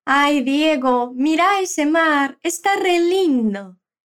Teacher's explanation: Esse sotaque meio italiano, meio cantado, é algo bem presente na fala da maioria das pessoas da Argentina.